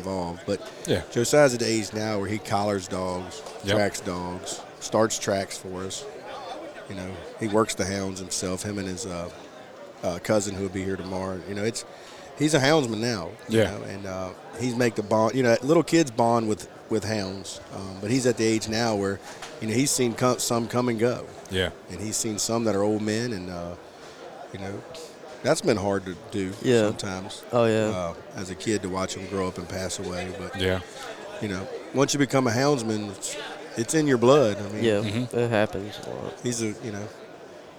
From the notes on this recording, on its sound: Once again I caught up with them at the Great American Outdoor Show to record this episode.